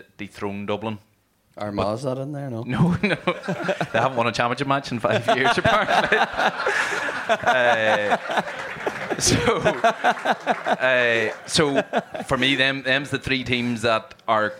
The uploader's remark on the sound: GAA Hour live in Tyrone.